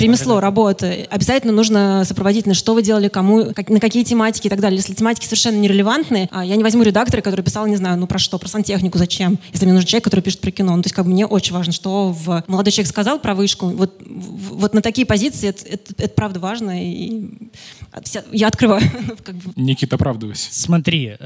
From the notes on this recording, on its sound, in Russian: Это необычный выпуск подкаста «Соседний столик» — он был в формате открытой записью со 120 зрителями в офлайне. Это получилось благодаря открытому городскому пространству Хлебозавод и площадке «Гостиная 9».